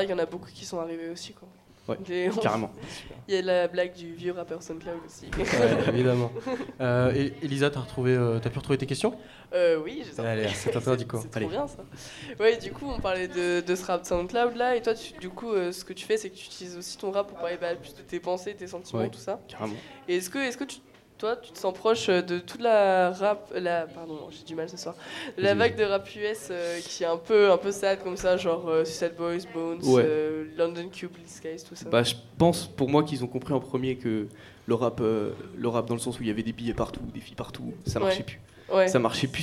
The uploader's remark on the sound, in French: Soirée lancement de TTU au Diplo